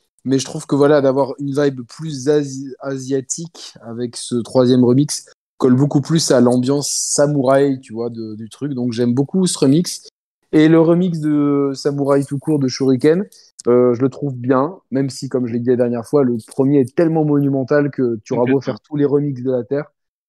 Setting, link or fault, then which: link, video call